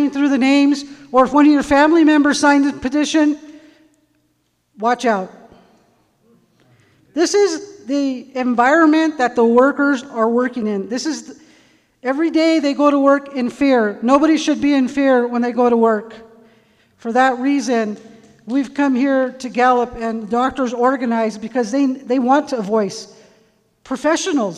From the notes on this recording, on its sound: This audio was recorded October 2, 2021 at First United Methodist Church. Health Workers Town Hall organized by local UAPD in Gallup. At First United Methodist Church, during a "Health Crisis" Town Hall organized for health workers and community members.